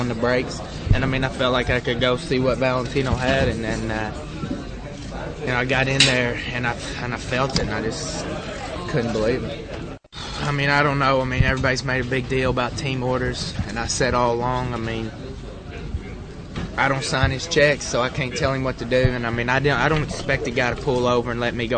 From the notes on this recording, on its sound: Press Conference from Estoril